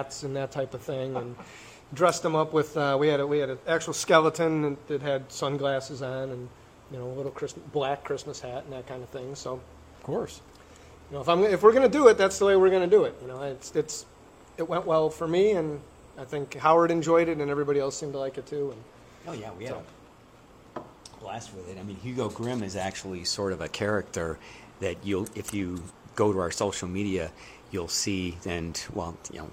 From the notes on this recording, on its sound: We visit Franklin Brewing Company's new location in Grafton Ohio to sample a flight and explore their eclectic tap room